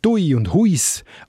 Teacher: das lange U wird im Obwaldnerdeutsch bekanntlich zum Ui